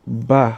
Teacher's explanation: your two lips have to come together. Then on releasing that lip and blowing out the air that comes together with it, that is what results to the pronunciation of ba.